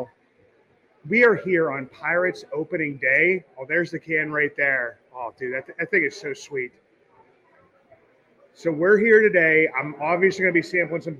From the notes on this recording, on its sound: Goes live from Allegheny City Brewing, in the heart of Deutschtown. For the Pirates Home Opener.